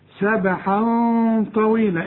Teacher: الغنة هنا مفخمة علشان الطاء